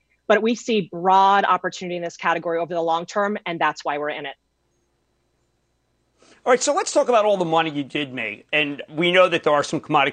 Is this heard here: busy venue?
no